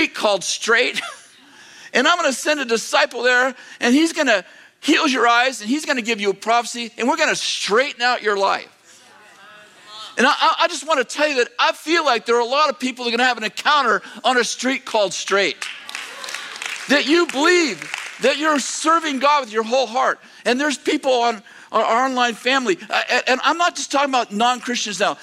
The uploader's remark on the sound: delivered on December 17th, 2023, at Bethel Church in Redding, CA